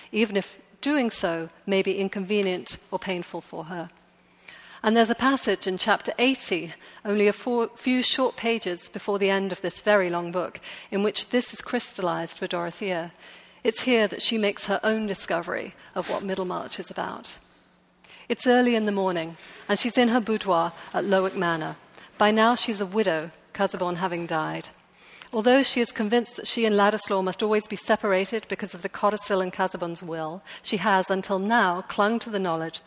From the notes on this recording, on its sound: LIVE from the NYPL